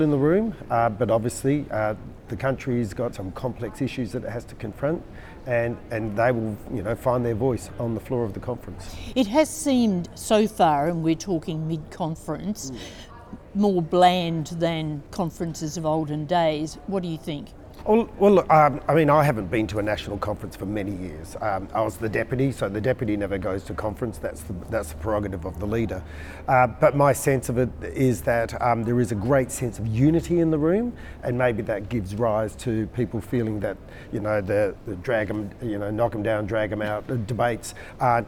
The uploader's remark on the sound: on the sidelines of the conference